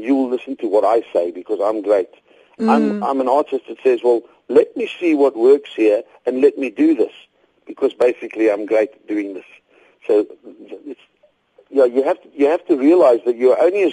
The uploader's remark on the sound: joins us on the line